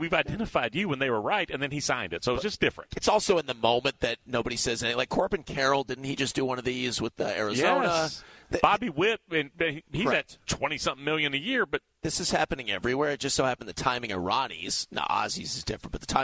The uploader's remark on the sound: broadcast live from Beaver Toyota in Cumming for this year's Radiothon